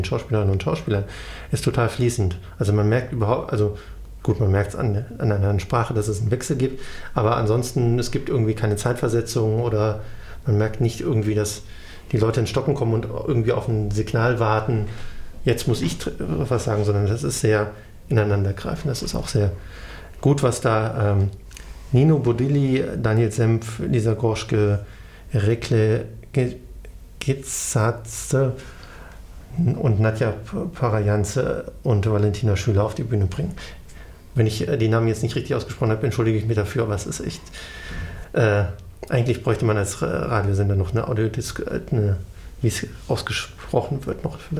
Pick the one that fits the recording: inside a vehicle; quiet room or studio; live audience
quiet room or studio